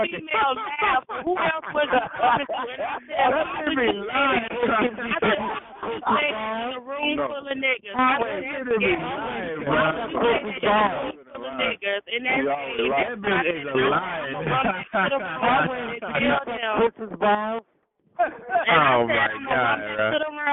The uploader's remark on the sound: Conference Call